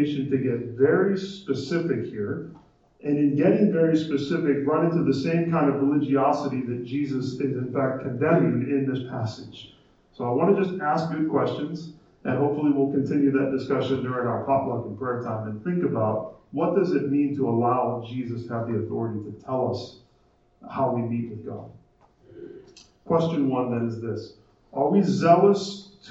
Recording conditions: poor sound quality